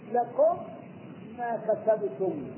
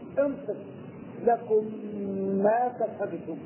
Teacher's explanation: بندخل الأول في الثاني وننطق بالحرفين حرفا واحدا مشددا · Term: الادغام